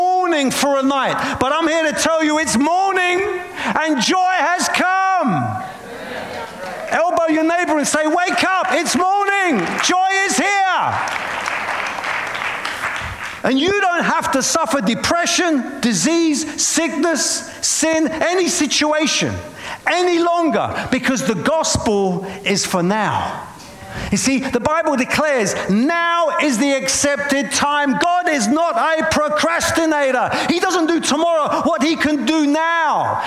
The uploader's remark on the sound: preaching at a Church in Boston